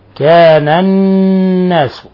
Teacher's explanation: قوله تعالى كان الناس، النون هنا مشددة تغن مقدار حركتين